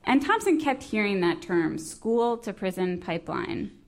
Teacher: her voice kind of creaks on the word pipeline · Term: vocal fry